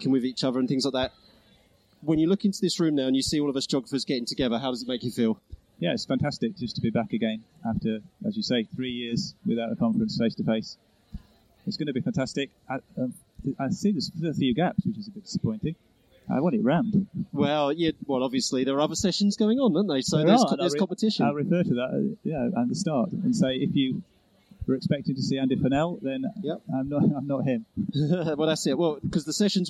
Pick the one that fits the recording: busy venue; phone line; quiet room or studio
busy venue